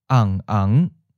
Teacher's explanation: the starting point jumps up to the middle line and then drops, becoming a third tone mid-falling. · Term: northern and central accent